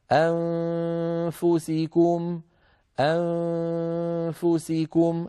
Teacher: نهيئ الفم على مخرج الفاء بوضع أطراف الثنايا العليا قريبة جدا من باطن الشفة السفلى، فإذا انتهى صوت النون المخفى عندئذ نضغط ونخرج الفاء